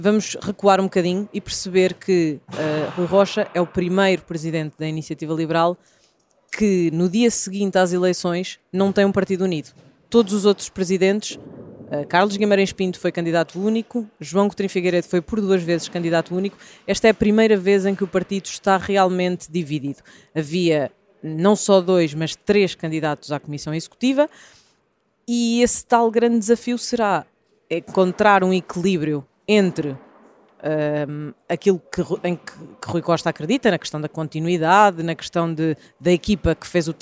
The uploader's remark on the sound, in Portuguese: Uma edição especial gravada no Centro de Congressos de Lisboa